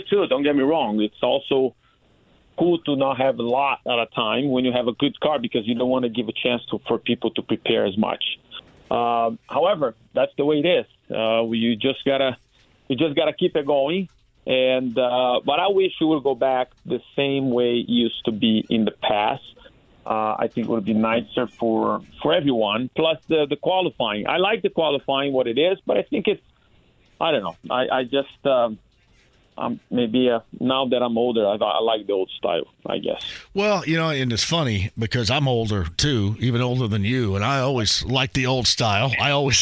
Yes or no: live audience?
no